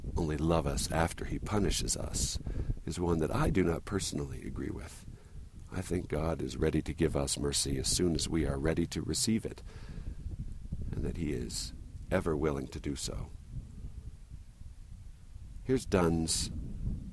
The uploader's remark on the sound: Recorded while hiking up Dry Canyon, above Lindon, Utah.